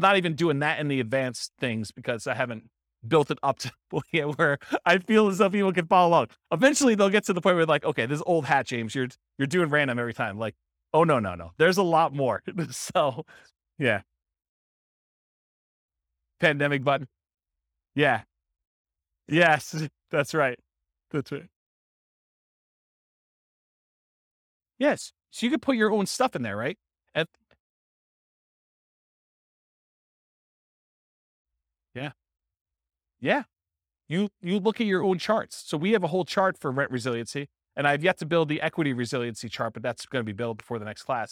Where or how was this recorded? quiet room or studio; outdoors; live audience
live audience